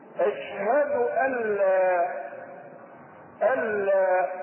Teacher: اشهد ان مخففة من الثقيلة واللام بعدها فتنطق مدغمة إدغاما كاملا. أشهد ألا سواء كتبت أم لا يضغم إدغاما كاملا بلا غنة.